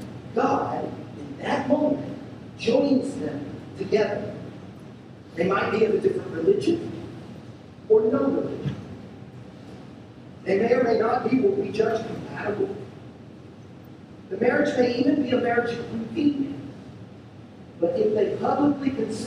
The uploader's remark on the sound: We're sorry for the poor sound quality of this recording. As we figure out these sound issues.